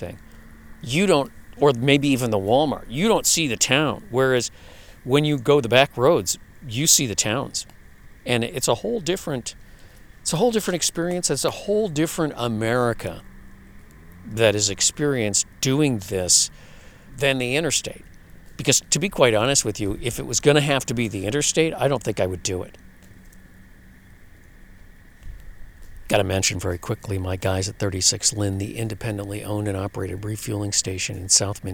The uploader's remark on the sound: Live From The Lake Shore. From the shore of one of those famous fishing lakes in Western Wisconsin comes the sounds of early spring up here. That is to say the bugs really haven’t gotten started yet.